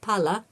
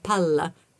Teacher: some languages also have double consonants or geminate consonants which affect the meaning